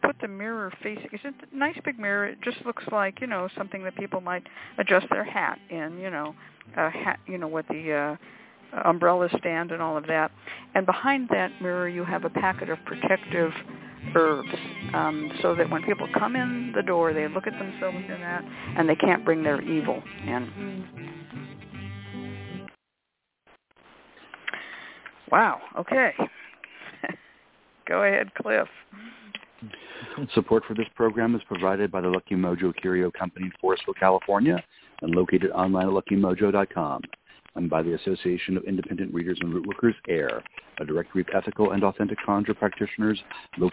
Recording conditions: phone line